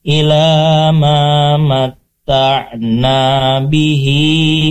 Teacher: ma yang pertama dibaca dua harokat karena ada alif. Nah, jadi ada fathah ditemani dengan alif, maka dibaca dua harokat, ilama matta'na bihi azwa azwajam minhum wala la, dua harokat, tahzan.